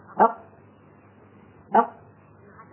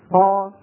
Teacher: تجد بأن المخرج قد انقفل انقفالا تاما وسبب إزعاجا لجهاز النطق، لأن الصوت قد انحبس بعد المخرج · Shown in: first take · بعد يعني وراء المخرج. · Term: قاف ساكنة